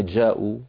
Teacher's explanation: آخرها همزة ممدود، همزة مضمومة بعدها واو · Term: همز ممدود